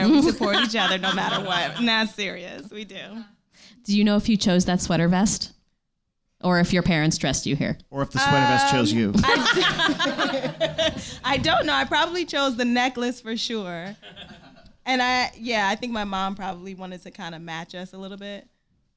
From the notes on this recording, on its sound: Live from NerdMelt! At the Nerdist Showroom at Meltdown Comics in West Hollywood, CA.